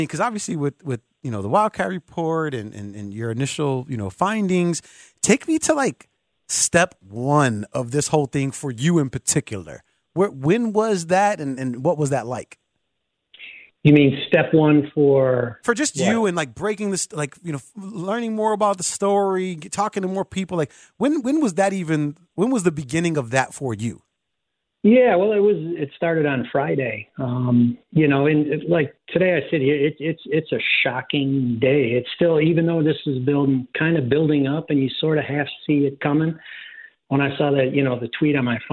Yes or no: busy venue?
no